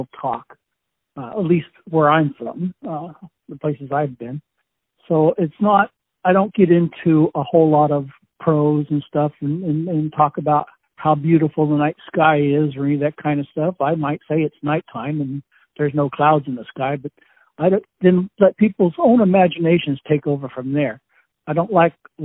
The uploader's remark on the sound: On the phone